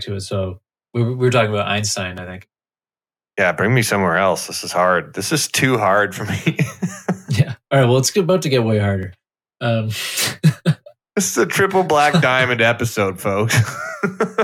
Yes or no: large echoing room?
no